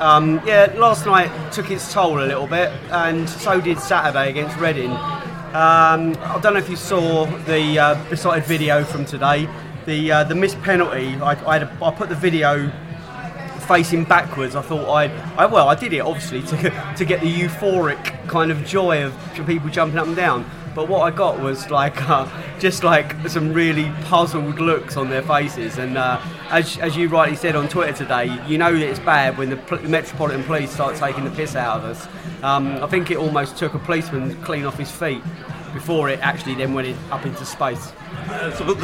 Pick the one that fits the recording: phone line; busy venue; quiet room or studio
busy venue